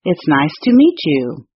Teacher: they might make a ch sound at the end of the word meet and the beginning of the word you, although the word's spellings do not suggest this.